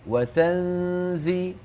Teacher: نون وتاء لا النون مفخمة ولا التاء مفخمة لا تجعل الصوت يعني قل مثلي وتنزي يا سلام من تشاء